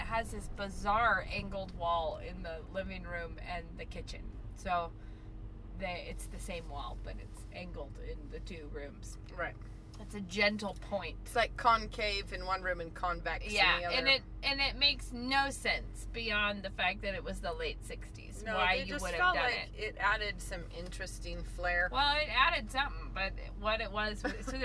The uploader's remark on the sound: Not only did we podcast while driving around town.